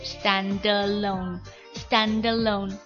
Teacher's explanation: stand 辅音 D 结尾，后面的 alone 以元音 A 发音为 a 开始，所以就可能发生，就可以发生连读